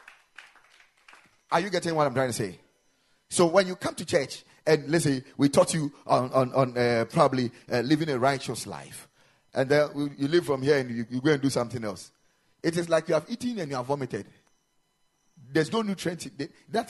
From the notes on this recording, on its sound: Preached at the Ekklesia Chapel